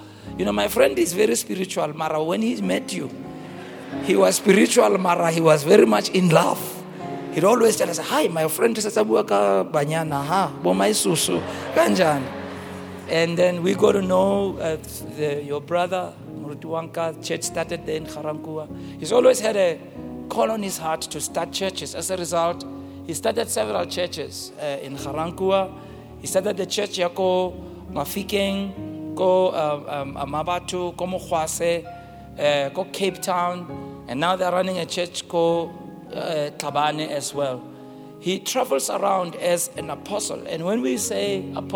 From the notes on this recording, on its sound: preached at our Annual Home Coming Conference, Word Explosion 2023, hosted at Grace Bible Church Pimville on the 04th of October 2023